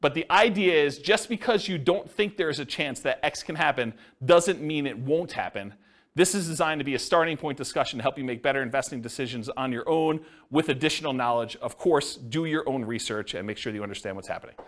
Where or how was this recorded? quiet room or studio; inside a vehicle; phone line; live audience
live audience